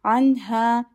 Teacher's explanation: Noon is followed by a throat letter, so we'll do Izhare Halqi